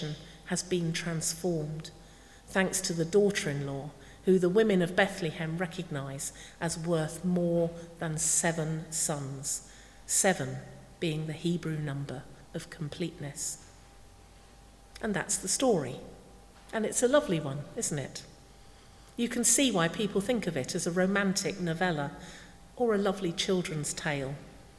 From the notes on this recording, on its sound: speaking at the 9:30 service